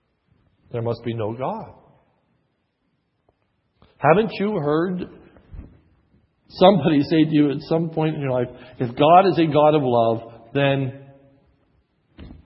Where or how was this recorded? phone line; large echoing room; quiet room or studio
large echoing room